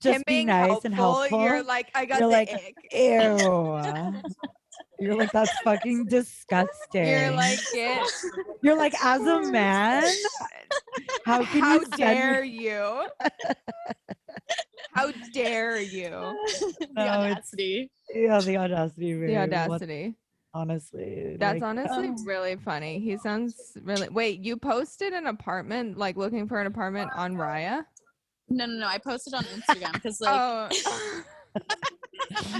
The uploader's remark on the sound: sit down over zoom